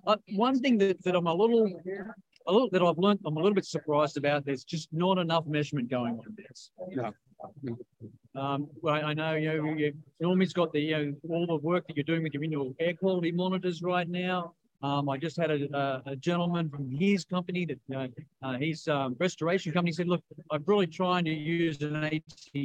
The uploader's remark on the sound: A collection of training segments, interviews and more, live from the Experience Convention in Fort Lauderdale FL May 2023.